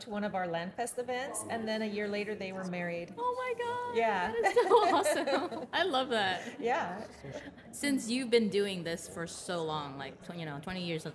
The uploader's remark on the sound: This special podcast series previously hosted LIVE from the EsportsNext 2023 conference.